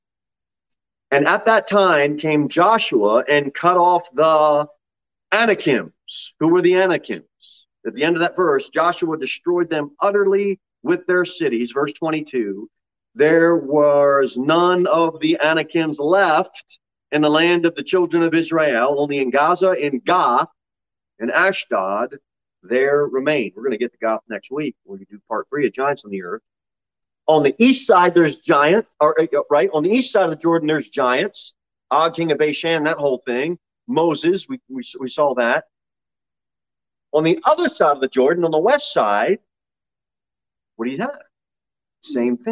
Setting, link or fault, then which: setting, large echoing room